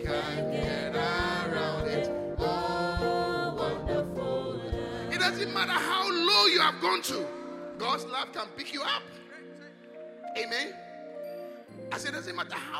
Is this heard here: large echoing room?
yes